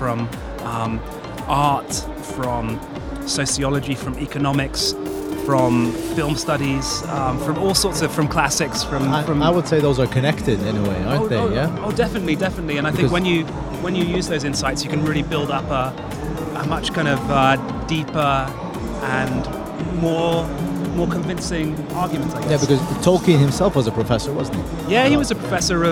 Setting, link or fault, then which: setting, busy venue